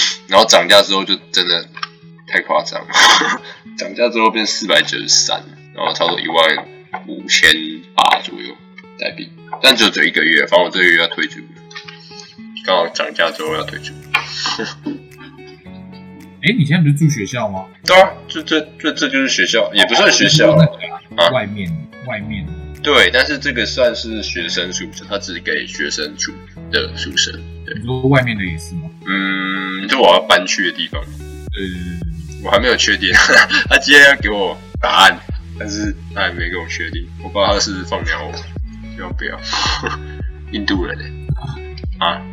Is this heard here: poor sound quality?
yes